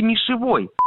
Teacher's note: слово «нишевой» с ударением на окончании, это окончание «ой».